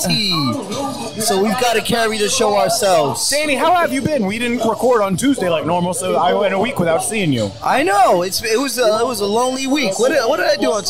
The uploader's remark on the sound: Live from Rucker Park on 8/3/23!